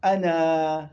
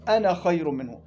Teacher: أما المستطيل ثابت رسما ووقفا محذوف وصلا